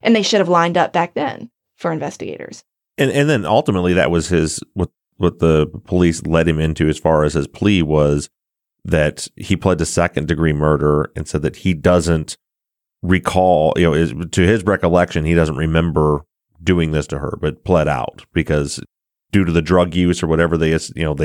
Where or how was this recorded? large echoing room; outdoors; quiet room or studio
quiet room or studio